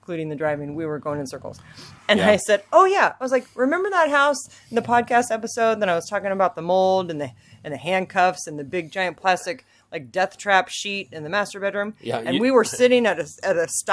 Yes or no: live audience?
no